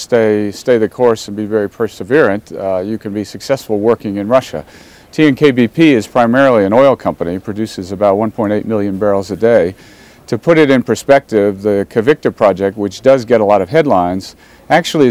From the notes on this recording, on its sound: from The World Economic Forum Annual Meeting 2007 live from Davos, Switzerland